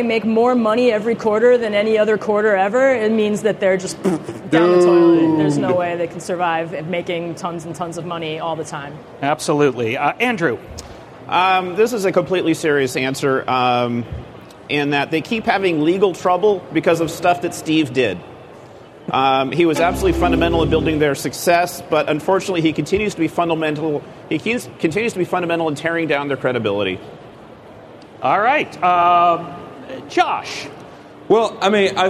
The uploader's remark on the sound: A quiz show. Recorded live on March 28, 2014 at Macworld/iWorld 2014 in San Francisco, CA.